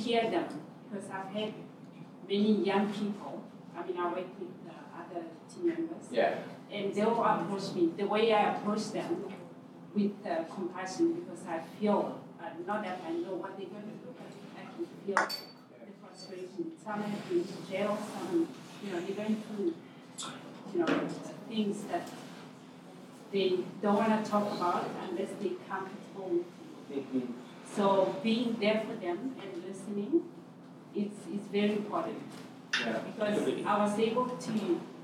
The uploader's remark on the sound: This session was recorded at Our City Toronto 2023.